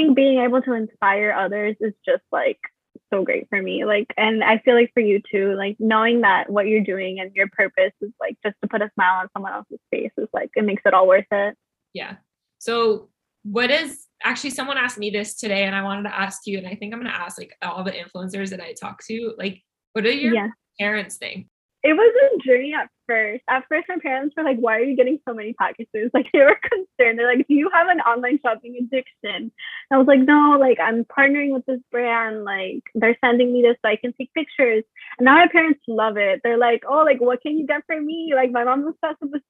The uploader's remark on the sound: I apologize for the poor audio quality I was still trying to figure recording with guests via zoom